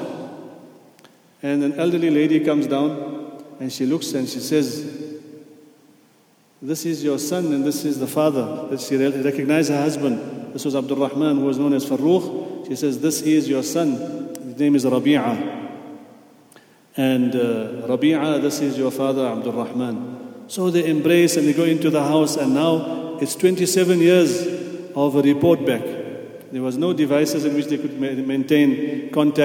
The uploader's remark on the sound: at the Houghton Masjid (West Street)